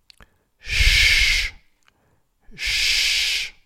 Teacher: Es un sonido que no vibra, sale como aire, poco a poco, pero no vibra. Sh, sh, como cuando mandamos callar a alguien.